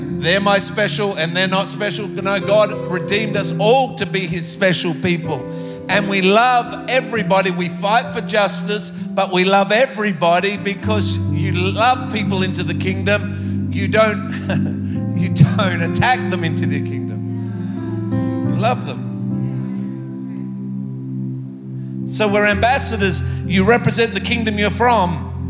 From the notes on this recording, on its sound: Recorded live at Planetshakers Church (Melbourne)